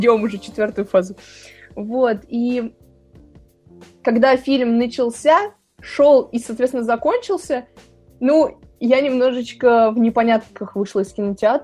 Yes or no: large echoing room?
no